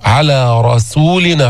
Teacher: فإنما، نون مشددة، غنة قوية بمقدار حركتين، بعدين ما الطبيعي، فإنما على، كمان ما الطبيعي، رسولنا، ما تفخم السين، مش رسولنا، صو لسانك تحت يبقى منخفضا، السين مرققة مستفلة منفتحة مهموسة، صو على رسولنا، فخم الراء المفتوحة أولا ثم تنتقل للسين على رسولنا.